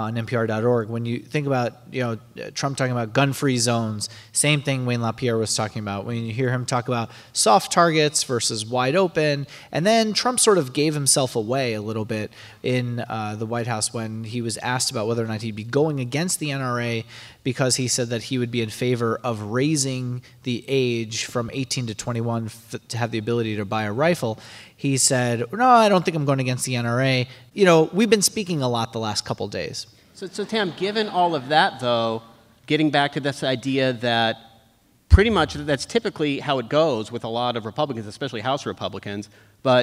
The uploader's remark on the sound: NPR Politics Live From Cleveland. Recorded in front of a live audience at the Ohio Theatre at Playhouse Square in Cleveland.